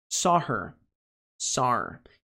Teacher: Perceba que eu não estou pronunciando o H.